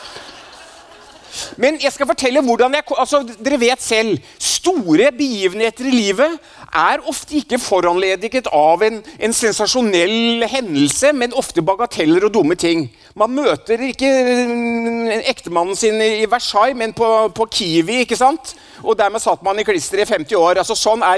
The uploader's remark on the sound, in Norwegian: foran et lydhørt publikum i fødebyen Stavanger